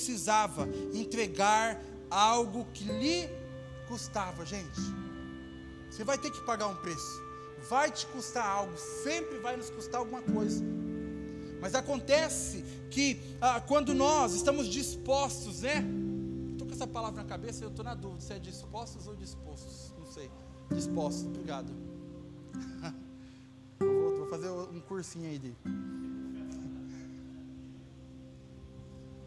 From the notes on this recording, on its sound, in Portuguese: Áudio do culto de Domingo